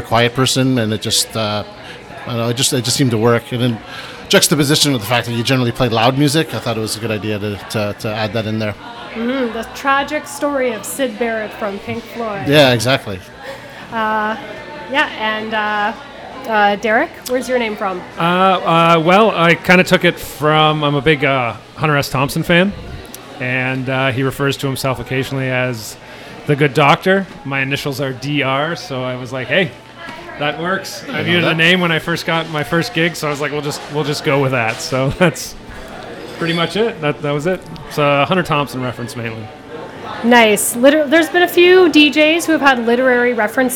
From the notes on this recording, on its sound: On the Scene is live from Jane Bond!